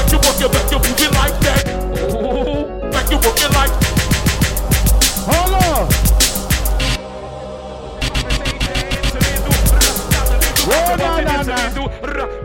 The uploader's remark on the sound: Bday party live from club real